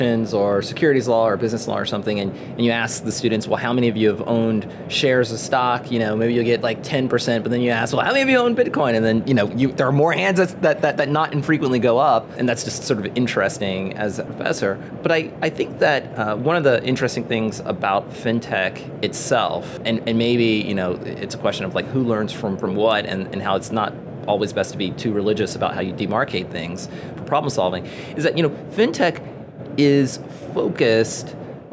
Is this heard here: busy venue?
yes